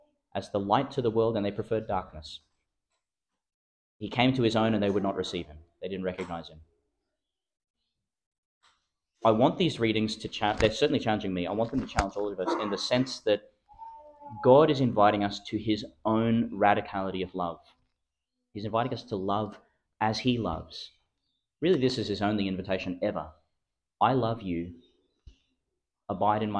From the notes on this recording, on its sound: Homily for the Thirteenth Sunday in Ordinary Time, delivered in Our Lady of Mt Carmel Church, Mt Larcom, Qld.